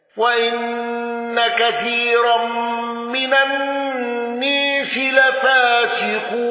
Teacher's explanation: دوري أبي عمرو بإمالة الناس